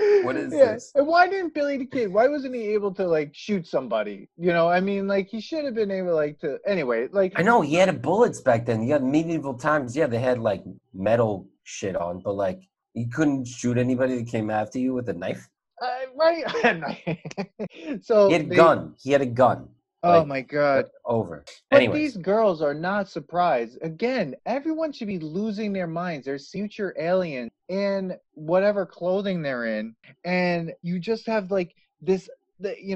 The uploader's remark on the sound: We recorded this on July 19th, 2020 on Zoom so there are small sound discrepancies and tech issues